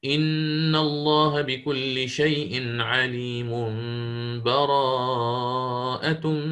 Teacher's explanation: فسيكون عندنا القلب مع الغنة، القلب مع الغنة